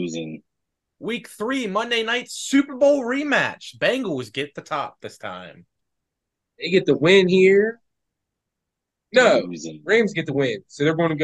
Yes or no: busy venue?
no